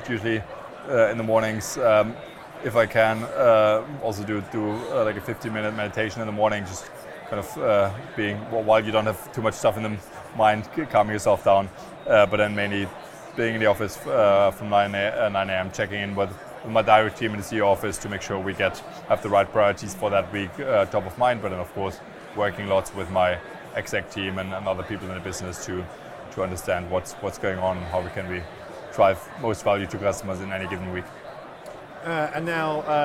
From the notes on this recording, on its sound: Recorded live from the SaaStock 2022 Podcast Stage.